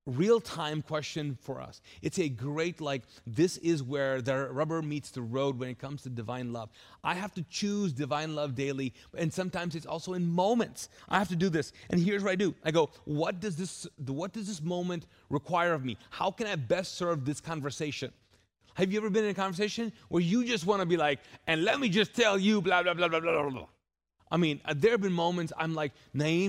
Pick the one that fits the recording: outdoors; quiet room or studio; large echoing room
large echoing room